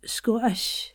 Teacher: Now, I would say Scottish in my neutral kind of accent, but Scottish, remember the O, it changes. So the O is longer for this type of accent.